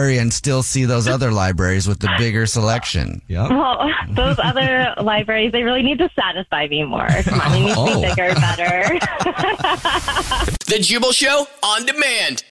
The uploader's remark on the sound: Phone prank style.